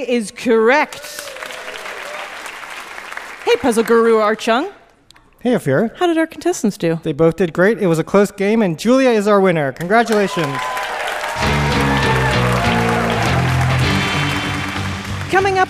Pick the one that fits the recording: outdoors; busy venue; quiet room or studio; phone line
busy venue